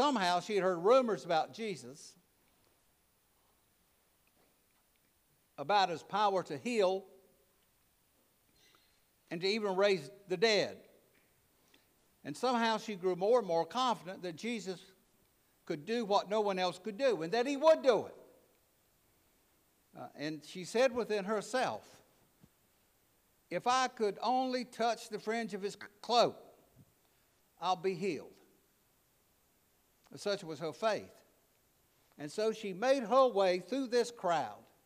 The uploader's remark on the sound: preached at All Saints Anglican Church in Charlottesville, VA on November 19, 2023